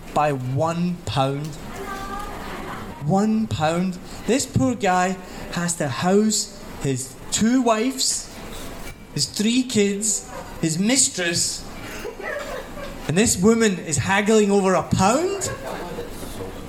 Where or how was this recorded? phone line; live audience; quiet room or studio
live audience